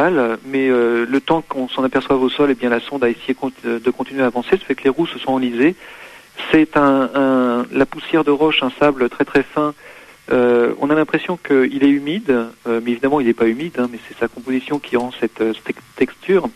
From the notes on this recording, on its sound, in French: Directeur du Parc aux étoiles à Triel sur seine (par téléphone).